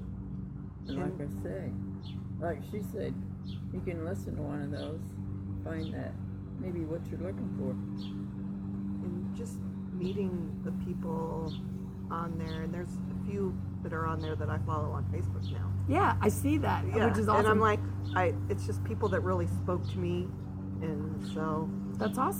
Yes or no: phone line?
no